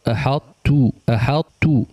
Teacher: وفي هذا البيت مسألتان، الأولى هي أن الطاء إذا سكنت وأتى بعدها تاء، وذلك في قوله تعالى أحط، وجب إدغام الطاء في التاء، لكنه إدغام ناقص غير مستكمل لبقاء صفة الإطباق في الطاء. وأمر المصنف القارئ المجود بتبيين صفة الإطباق حتى لا تتحول إلى تاء ويصير اللفظ هكذا أحط.